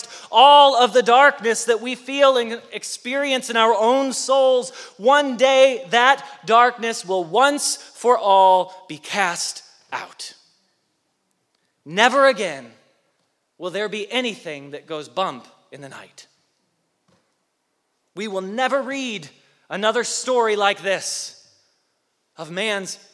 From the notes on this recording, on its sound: Message Preached at Valley Creek Church